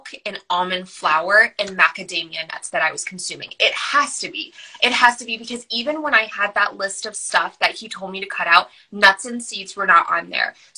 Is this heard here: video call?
yes